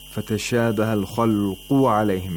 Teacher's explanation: again we have the moderate level of tafkhim for the qaf because it has a dhamma. just like the first qaf.